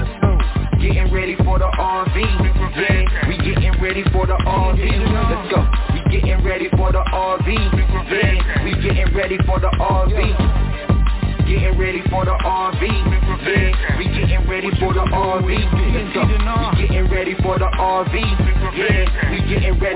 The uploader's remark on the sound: TNTSuperfantastic Conference Call